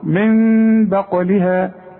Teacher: هنقلب النون إلى ميم ونخفي ونغن · Term: الإقلاب